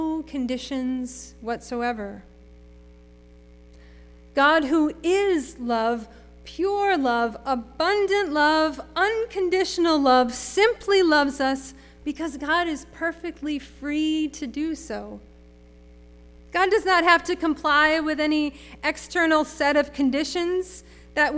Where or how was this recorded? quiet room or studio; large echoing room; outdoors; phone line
large echoing room